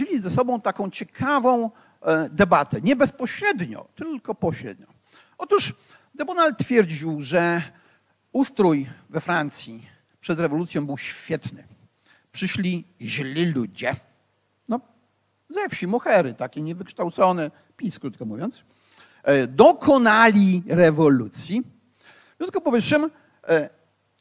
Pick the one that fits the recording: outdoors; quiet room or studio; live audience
live audience